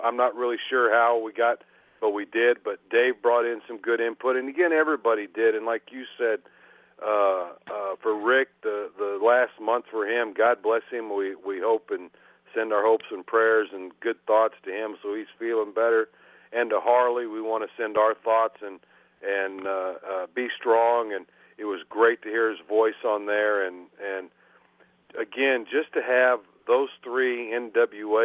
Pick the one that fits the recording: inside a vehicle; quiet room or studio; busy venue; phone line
phone line